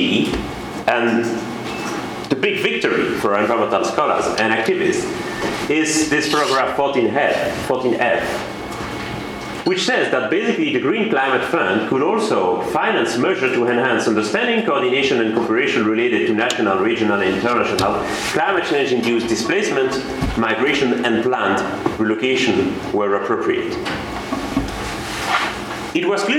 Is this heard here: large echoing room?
yes